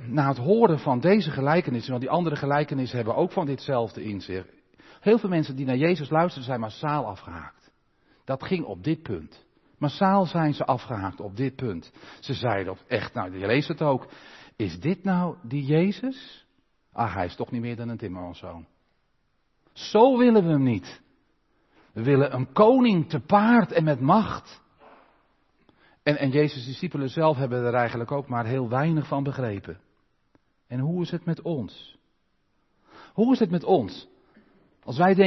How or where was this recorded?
large echoing room